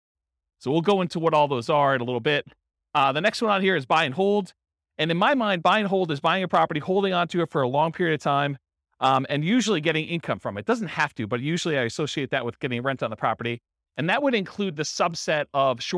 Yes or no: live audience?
yes